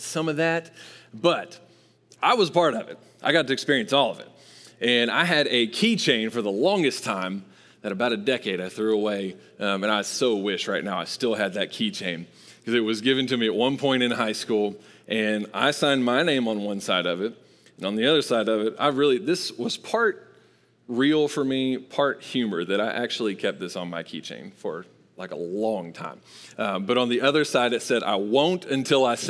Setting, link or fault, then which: setting, large echoing room